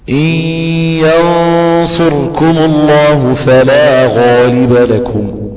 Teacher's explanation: فترفع لسانك في حرف الصاد وتبين كده توضح ينصركم · Term: مستعلي